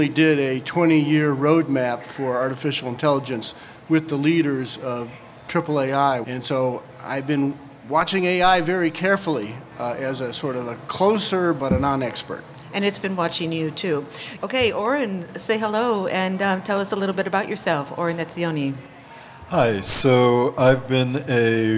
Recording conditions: live audience